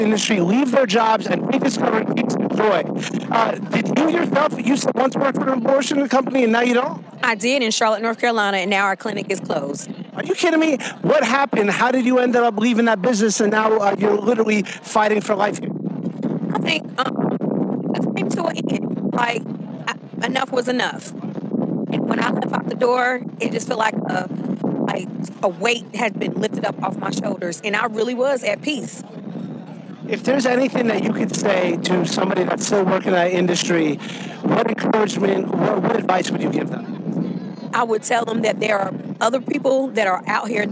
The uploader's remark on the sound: Live From The March For Life in D.C.